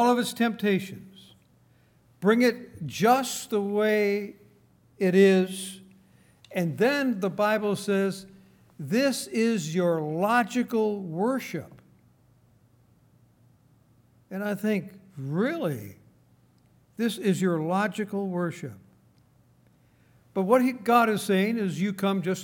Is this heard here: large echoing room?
yes